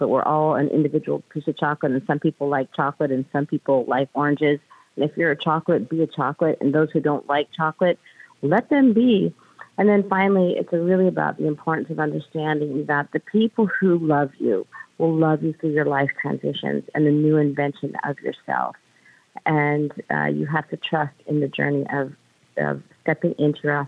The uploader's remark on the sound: we take your calls in open phones across America.